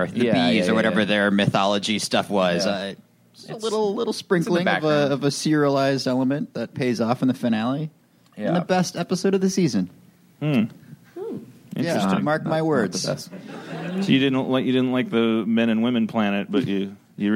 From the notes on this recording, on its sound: Recorded at ATX Television Fest in June 2015.